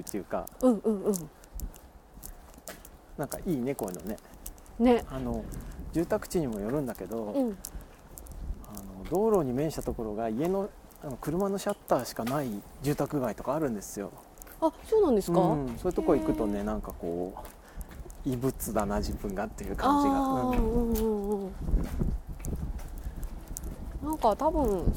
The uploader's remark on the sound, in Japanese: 谷根千。今回のことほぎラジオは2人でまちを歩きながら録りました。